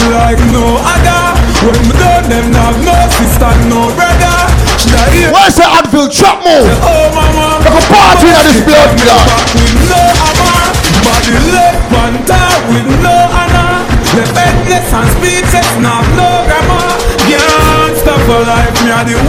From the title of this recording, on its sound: ARMYWEAR AFFAIR RICHMOND VA...01.21.2017 LIVE AUDIO